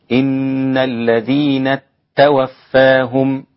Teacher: وأمال توفاهم الإمام حمزة والكسائي وخلف، وقللها الإمام ورش · Term: الإمالة